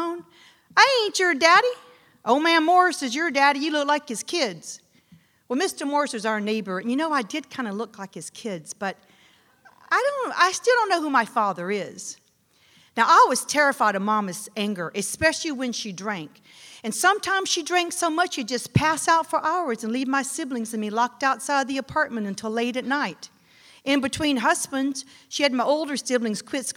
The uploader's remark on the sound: The Moth Live in Austin, TX